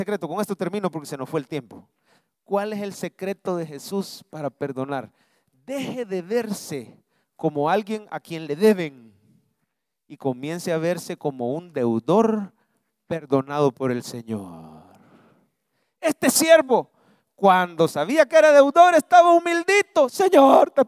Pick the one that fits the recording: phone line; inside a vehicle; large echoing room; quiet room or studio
large echoing room